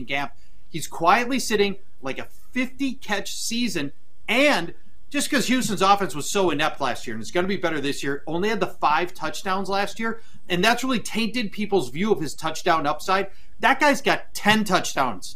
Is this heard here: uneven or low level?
no